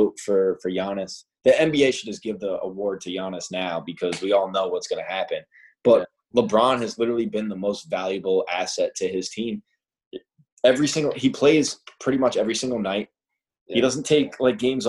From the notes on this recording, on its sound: In this first-ever episode on Zoom